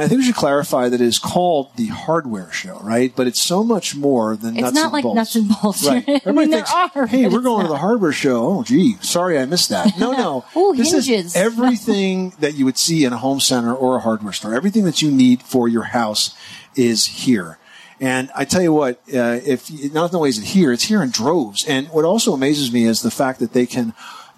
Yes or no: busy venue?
yes